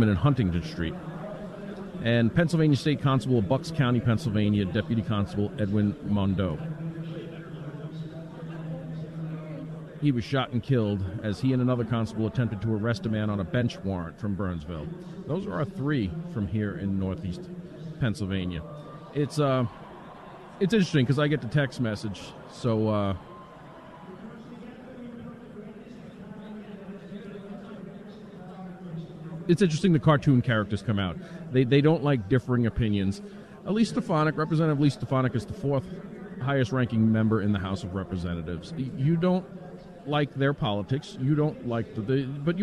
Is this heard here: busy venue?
yes